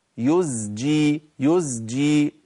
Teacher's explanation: ناخد بالنا من ابدال ازاي بسين، عشان السين بتسهل دخولي على الجيم